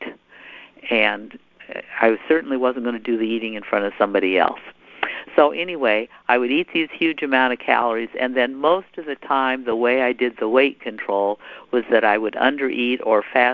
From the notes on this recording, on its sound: Sunday 7pm phone meeting. Sunday 7pm Anorexia & Bulimia phone meeting.